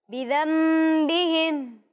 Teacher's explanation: میم نظر نہیں آ رہا آپ کو، لیکن ادائیگی میں میم کی آواز آ رہی ہے · Term: اقلاب